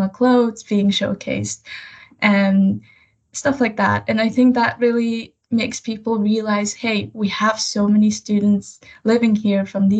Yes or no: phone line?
no